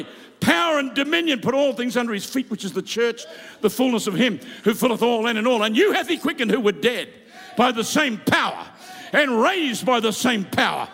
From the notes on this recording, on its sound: Preached live from South Africa